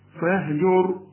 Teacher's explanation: شوف الراء هنا بقى فخمناه، طب ليه فخمناه، قبلها مضموم